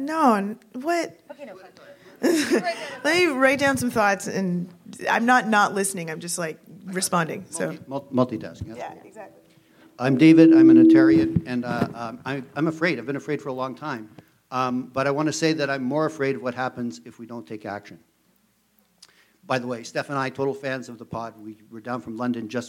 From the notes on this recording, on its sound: Live at the Revue Cinema. Were live in Toronto.